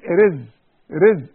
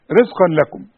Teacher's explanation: شوف رزق، القاف فيها مفخمة